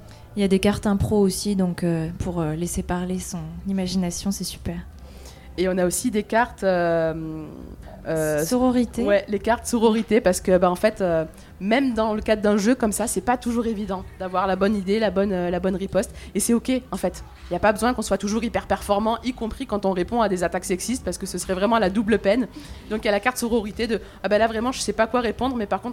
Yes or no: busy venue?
yes